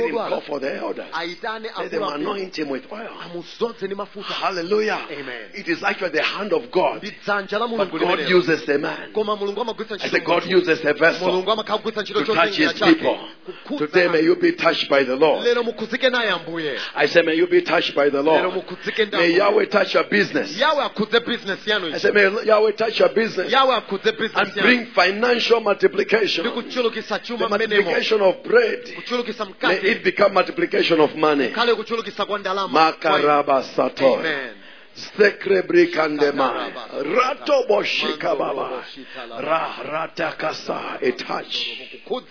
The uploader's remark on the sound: Preached During the Week of Jubilee at Word Alive Blantyre City Church on 9th February 2023